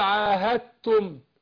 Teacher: لا، هنا إدغام متجانسين، أنا أدغمت الدال بتاعت عاهدتم في التاء